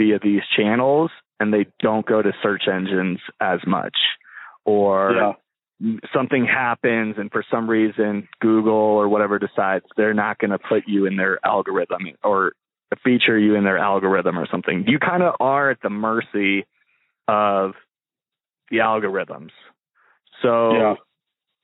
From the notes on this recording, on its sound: link up via phone